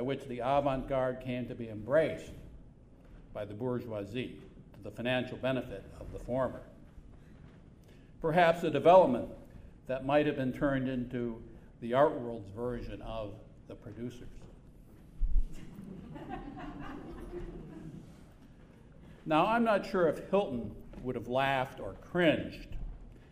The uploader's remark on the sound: Delivered remarks at the memorial reception. The reception took place on May 9, 2012 at the Century Club in New York.